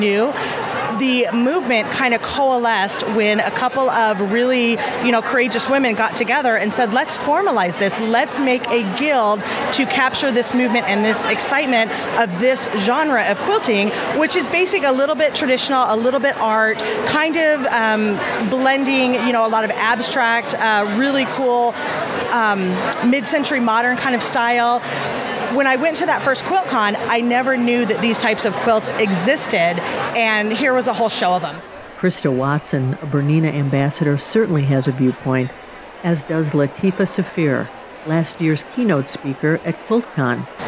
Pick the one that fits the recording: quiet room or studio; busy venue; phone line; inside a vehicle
busy venue